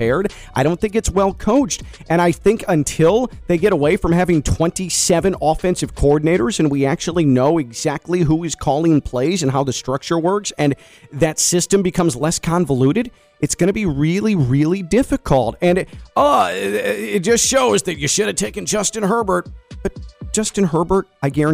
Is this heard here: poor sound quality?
no